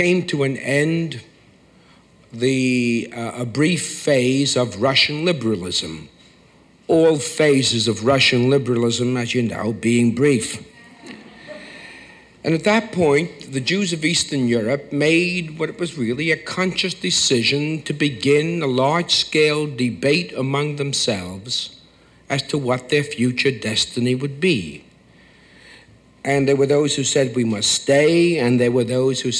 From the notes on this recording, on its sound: Recorded on Feb 10, 1976 at New York's 92nd Street Y